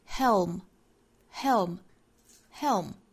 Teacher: 舌尖抵上齿龈去摆一下这样的动作，在最后闭合双唇去发嗯鼻音